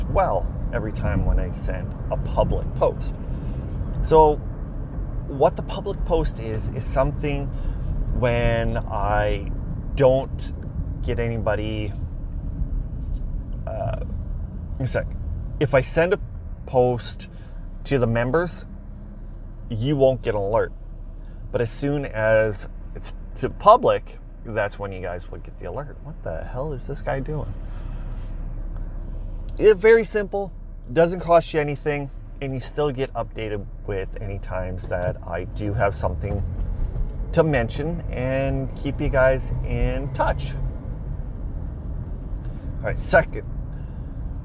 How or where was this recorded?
inside a vehicle